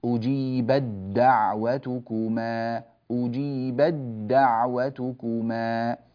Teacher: إذا وصلنا ندغم التاء في الدال ويعود النطق بدال واحدة مشددة